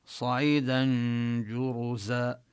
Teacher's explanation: صعيدا هنا التنوين حكمه الإخفاء، جاء بعد التنوين حرف الجيم، صعيدا جرزا، نظهر الغنة وننتقل من فتحة الدال إلى مخرج الجيم، نظهر الغنة وبعد ذلك نلفظ الجيم المضمومة.